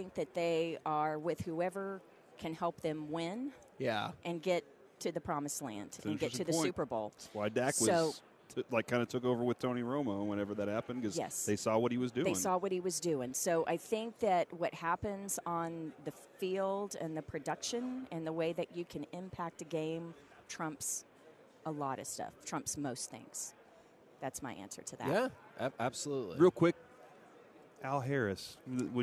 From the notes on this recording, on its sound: 1pm hour of The K&C Masterpiece LIVE from Radio Row in Las Vegas!